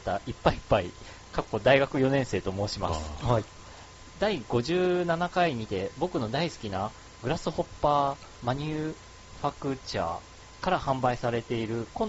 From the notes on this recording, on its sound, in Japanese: 音のチューニングが上手く行かず音質が悪いです